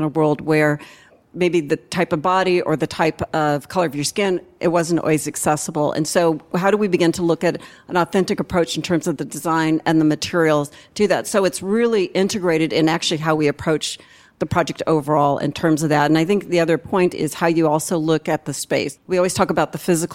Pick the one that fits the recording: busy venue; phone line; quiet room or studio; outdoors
busy venue